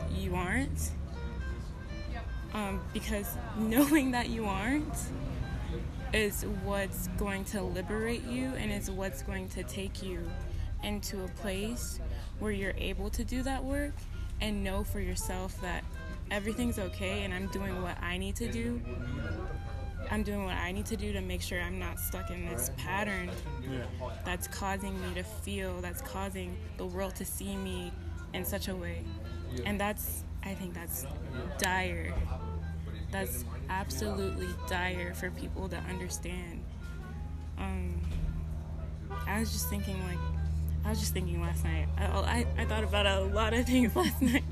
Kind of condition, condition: setting, busy venue